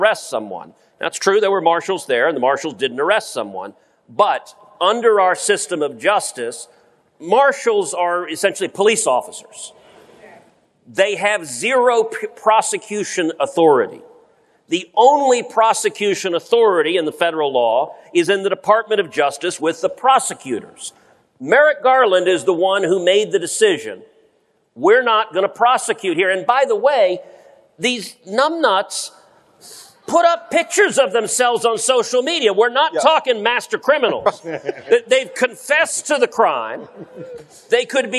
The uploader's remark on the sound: Live at CPAC